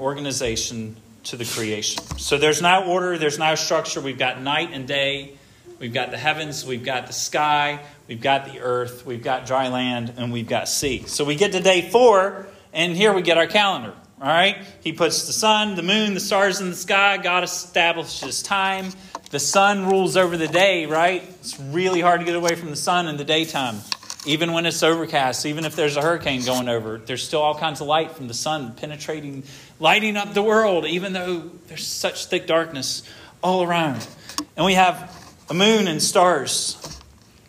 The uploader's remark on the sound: This sermon was preached at Hope Fellowship